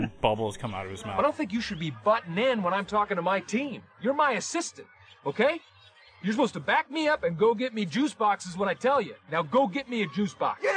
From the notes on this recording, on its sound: record live at Chicago’s favorite hot dog joint Flub A Dub Chub’s